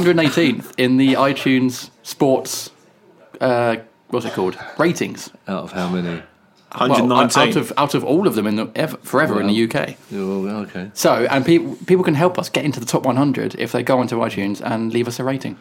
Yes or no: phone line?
no